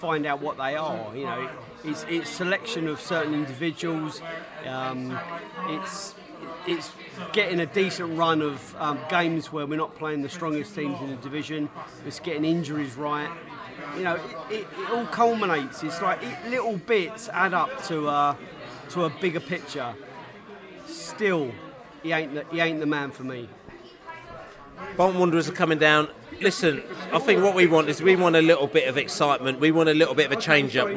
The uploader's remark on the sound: The Beesotted pre-Bolton Christmas Podcast. Met up for pre-Christmas drinks at the George IV pub in Chiswick.